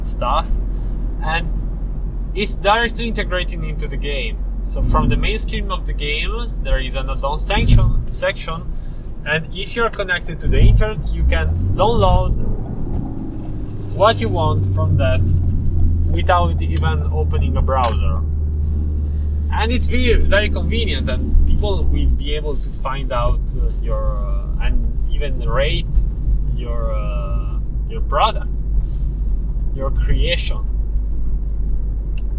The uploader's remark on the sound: This time I tried a "car rambling podcast", where I record while I drive and stop the recording only when reaching the destination.